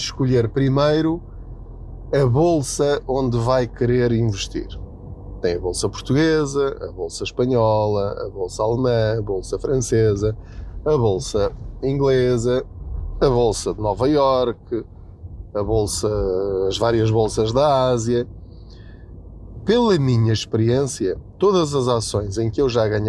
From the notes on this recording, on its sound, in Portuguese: Não ligue aos barulhos da viagem.